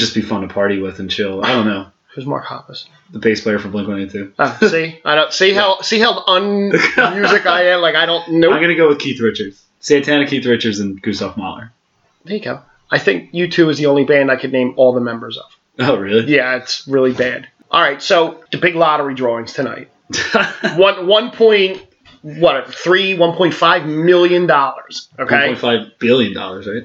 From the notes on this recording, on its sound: Takes us to Manyunk and another awful recording of a great interview with a great guy. 2 eps in and I haven't figured this editing thing out.